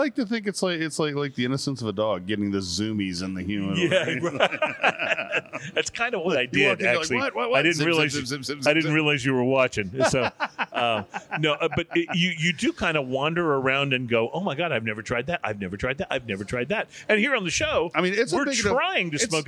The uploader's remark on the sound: On Location At Cigars International!